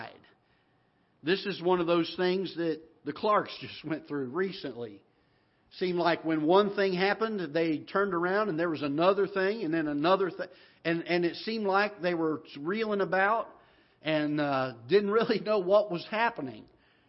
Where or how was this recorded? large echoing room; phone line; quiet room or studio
large echoing room